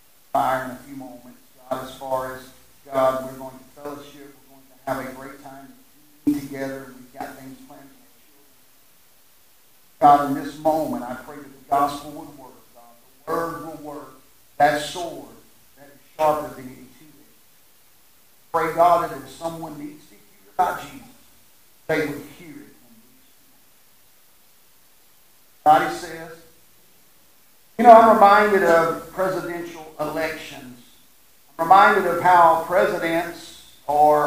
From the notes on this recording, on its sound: Sorry for the Audio Issues